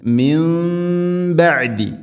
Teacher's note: സാക്കിനായ നൂനിന് ശേഷം ബ, അങ്ങനെയാവുമ്പോൾ നൂനിനെ മീമാക്കി മാറ്റണം. അതാണ് നൂനിൻ്റെ മേലെ ചെറിയൊരു മീം കാണുന്നത്. · Term: ഇഖ്ലാബ്